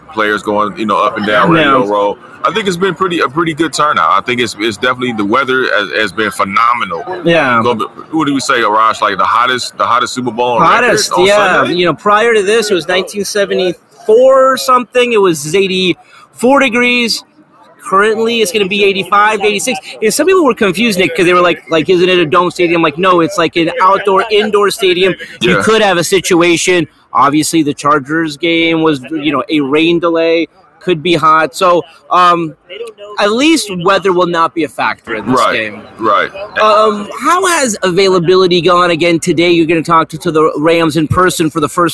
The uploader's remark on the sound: live from Super Bowl Media Row